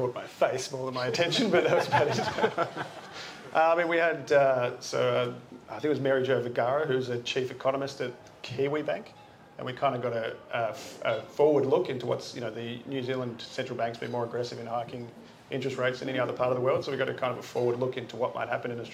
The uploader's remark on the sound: LIVE from Gallery in Adelaide, South Australia. Answered questions live in front of a crowd.